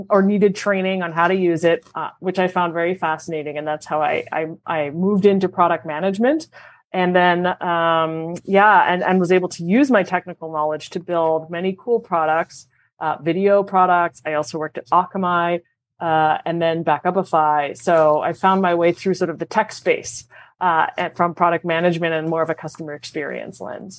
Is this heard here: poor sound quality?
no